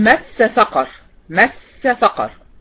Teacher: السين الاولانيه مشدده وبعديها سين